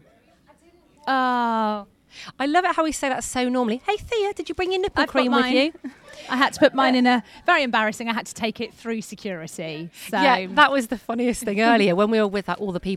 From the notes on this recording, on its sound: we are live from East Midlands Airport!